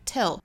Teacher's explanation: 注意松口的松元音的 tell